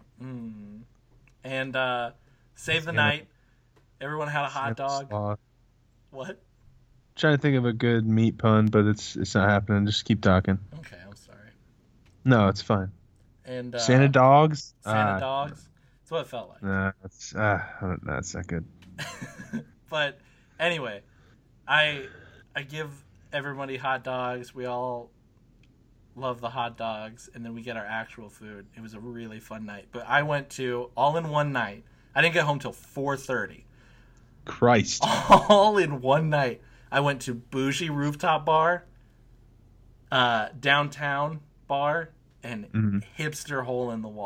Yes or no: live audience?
no